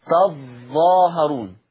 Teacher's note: يقرأ ورش بتشديد الظاء فتصير تظاهرون.